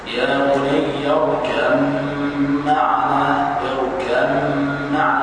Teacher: الباء وقع بعدها الميم فحدث الإضغام ووجب الإضغام. يا بني اركب معنا اركب معنا لا تقل اركب معنا اركب معنا.